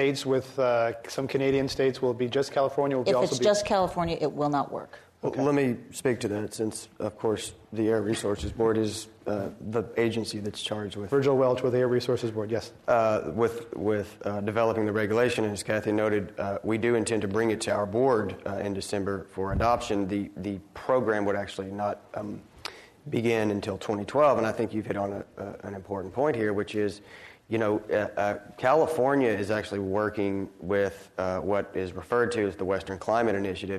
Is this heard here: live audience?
yes